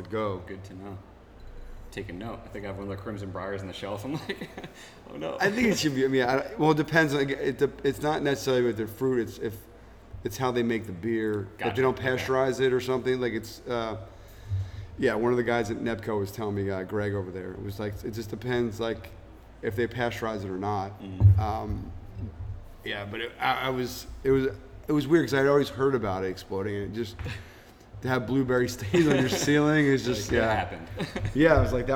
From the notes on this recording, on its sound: We recorded this episode live in 3D at Counter Weight Brewing Co. In Hamden, CT.